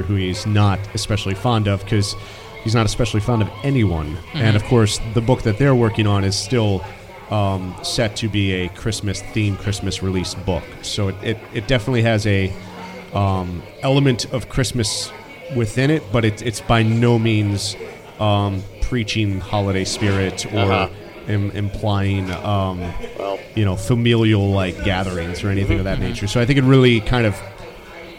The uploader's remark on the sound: The Castwave Studios Holiday Special 2016. Live at Dublin Roasters.